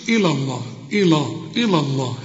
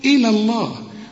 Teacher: رقق اللام وفخم اللام التانية بتاعت لفظ الجلالة · Shown in: second take